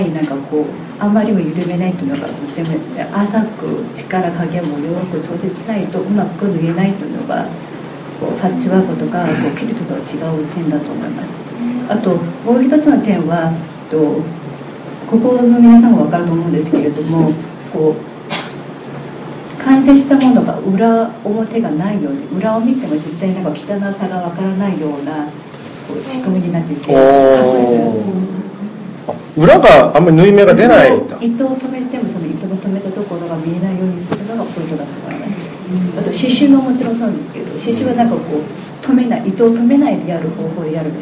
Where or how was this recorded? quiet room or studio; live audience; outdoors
live audience